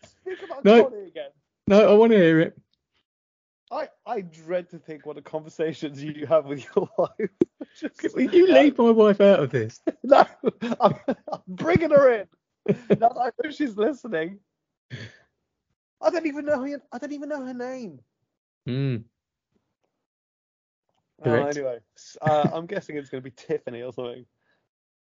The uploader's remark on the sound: countless audio glitches